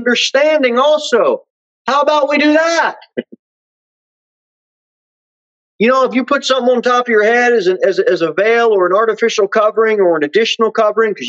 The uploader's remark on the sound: Sermon delivered at Pilgrim Baptist Church on Thursday, February 3, 2022, at 6:15 pm. Jere Whitson Rd.